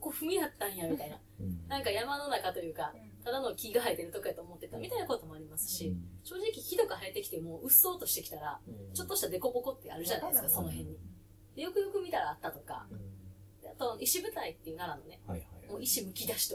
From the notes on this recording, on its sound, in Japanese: 収録超ケアレスミスにより音質が悪いです